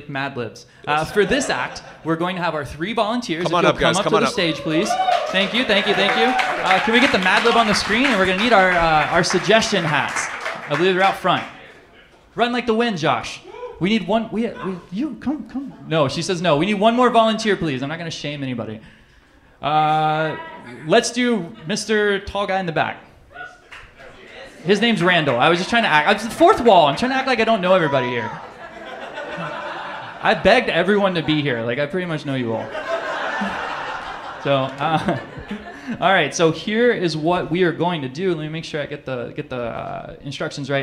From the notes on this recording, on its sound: Live from Marks Garage. You get some fun live commercials in there too. The Arts at Marks Garage for hosting us.